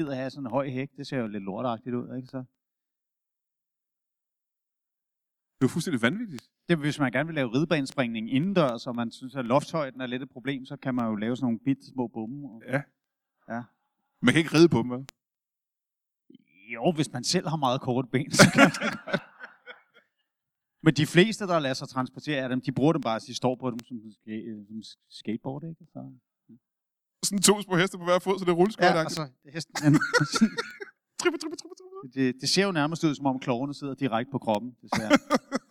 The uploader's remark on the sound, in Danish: LIVE fra Esbjerg